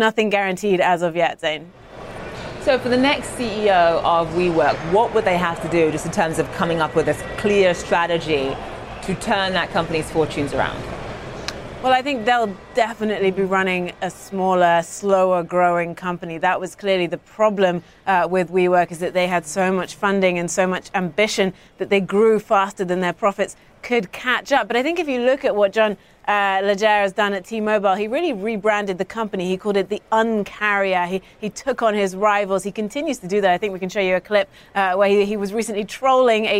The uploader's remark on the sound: live from The New York Stock Exchange